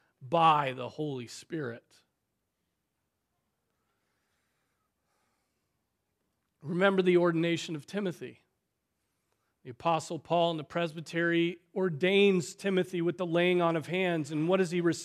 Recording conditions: large echoing room